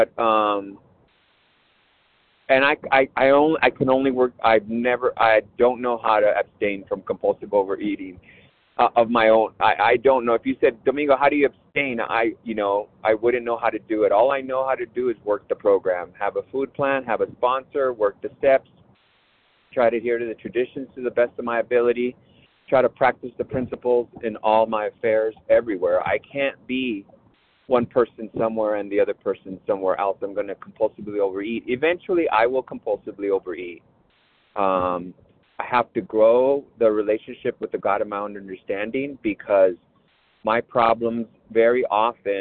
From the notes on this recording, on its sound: 100 Pounders Phone Meeting